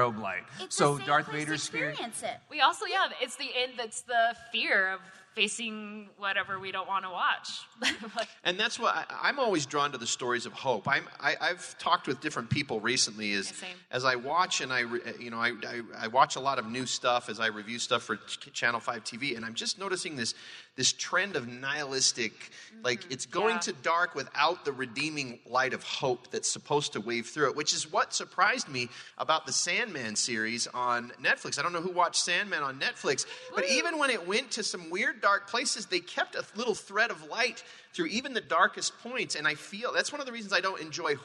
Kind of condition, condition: setting, live audience